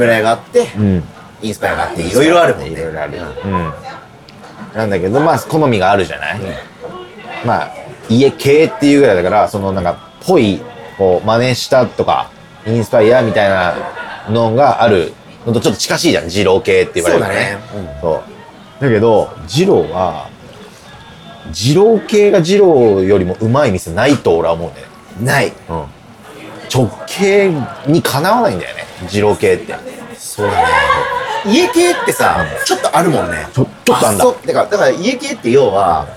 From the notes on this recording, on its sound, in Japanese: 本当は静かな公園で録る予定だったのですが突然の雨によりびっくりドンキーに避難して収録したので、ほどよくガヤガヤしていますがご容赦ください。